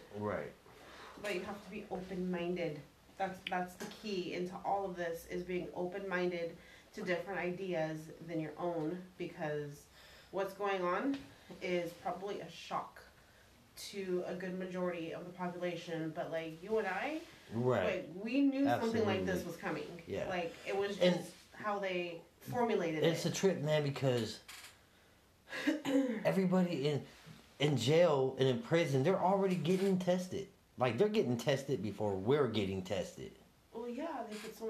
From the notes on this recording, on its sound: sorry about the technical difficulties